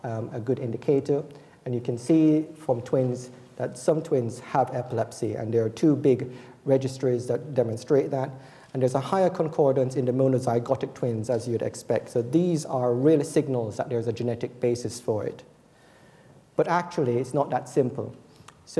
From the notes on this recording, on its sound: Recorded on 9 October 2014 at the University of Edinburgh's Anatomy Lecture Theatre.